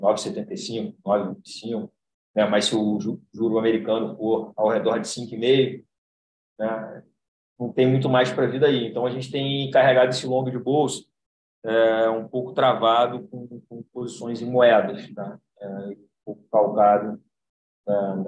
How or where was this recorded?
video call